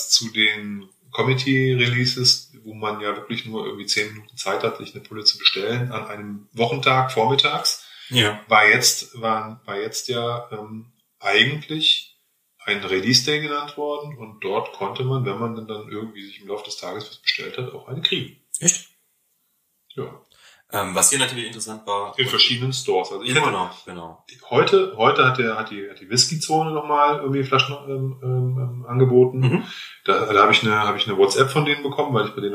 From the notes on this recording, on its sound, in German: Leide kam es in der Folge zu unerwarteten technischen Problemen, weshalb die Aufnahmequalität sehr zu Wünschen übrig lässt.